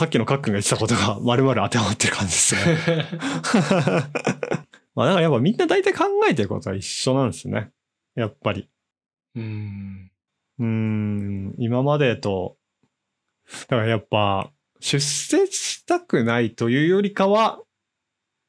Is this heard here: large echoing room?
no